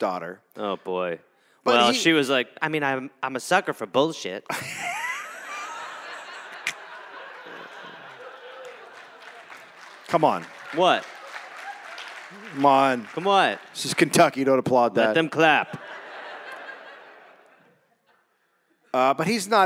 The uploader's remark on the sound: Recorded live in Louisville